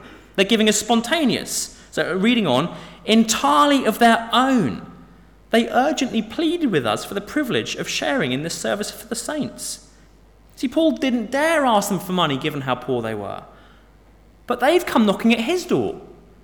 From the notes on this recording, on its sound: Sermon from St David's Moreton-in-Marsh - Evening Service